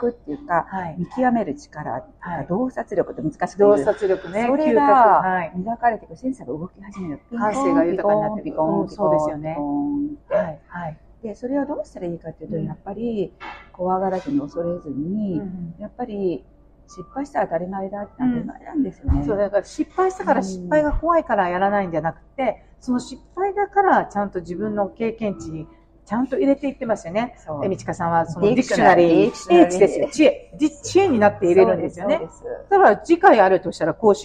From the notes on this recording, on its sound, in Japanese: 室外での収録のため聞きずらいところがございますが